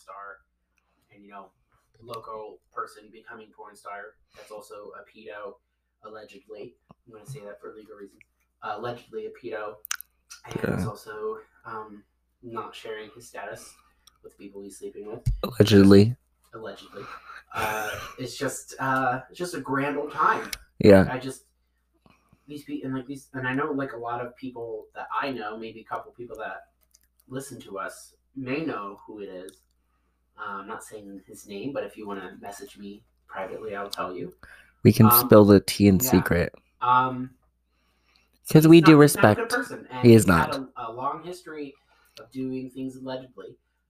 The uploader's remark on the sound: Unfortunately, there are some audio difficulties as we tried something new.